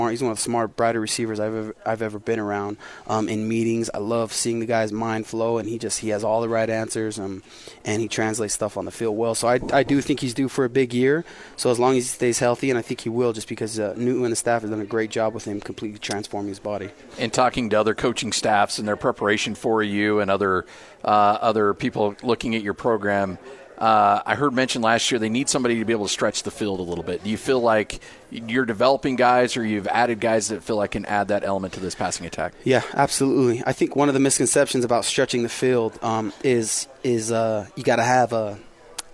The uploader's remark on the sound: live from BYU Football Media Day